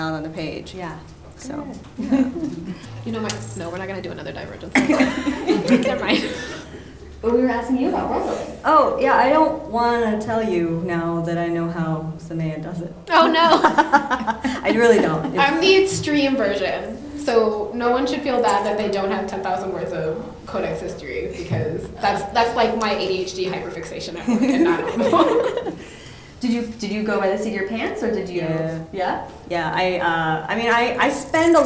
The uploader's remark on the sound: This episode is audio from the March 2019 event at The University Bookstore in Seattle, Washington.